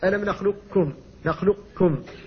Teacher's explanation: القاف لم تنطق بها لكن بقيت صفتها وهي الاستعلاء، بقيت صفة الاستعلاء قبل الكاف، وهي محل خلاف، سيأتينا الخلاف هل تنطق بها أم لا.